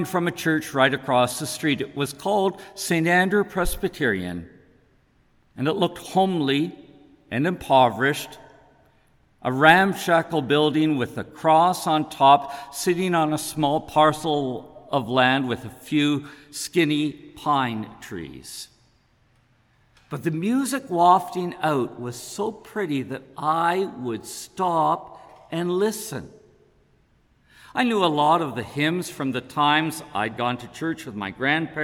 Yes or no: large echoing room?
yes